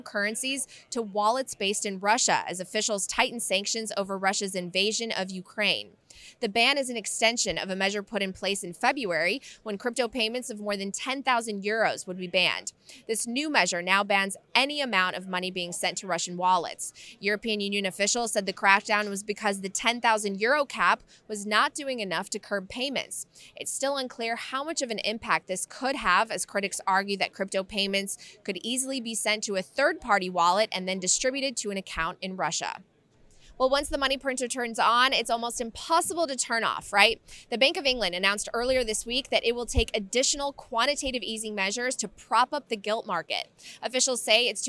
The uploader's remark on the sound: On location at Bitcoin Amsterdam!